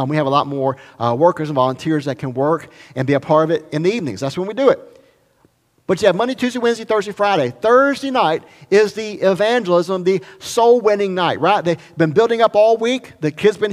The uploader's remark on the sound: recorded at Highland Baptist Church Molino, FL